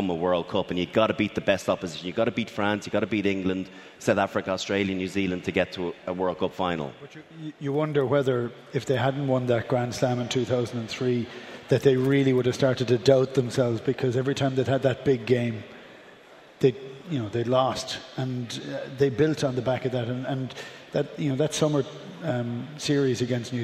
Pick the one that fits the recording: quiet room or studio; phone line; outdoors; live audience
live audience